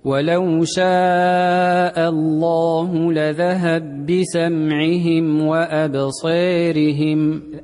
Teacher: بالإدغام في قوله لذهب بسمعهم، فقرأ لذهب بسمعهم وأمال قوله تعالى أبصيرهم